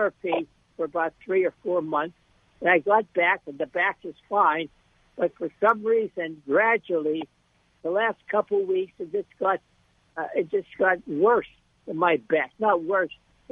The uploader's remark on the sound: same caller who called in earlier